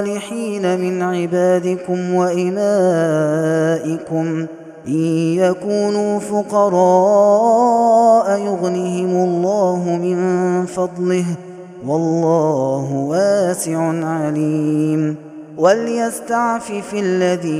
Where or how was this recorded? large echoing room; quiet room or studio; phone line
large echoing room